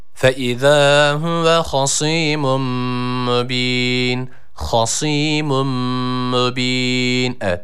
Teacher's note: Esreli bir hareke var, esre harekesi var. Bir elif miktarı uzatıyoruz, ı-i arası bir sesle, kalın bir harf olduğu için. · Term: sat harfi